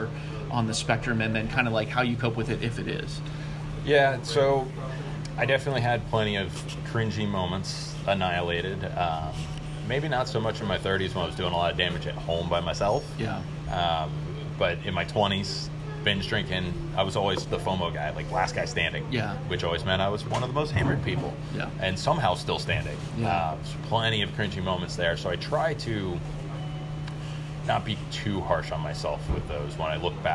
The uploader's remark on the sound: Interview on location at "Jolly Pirate Donuts"